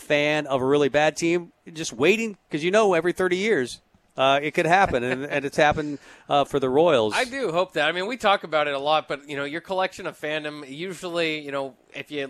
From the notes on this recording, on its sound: Tailgate Tuesday live from Chick-Fil-A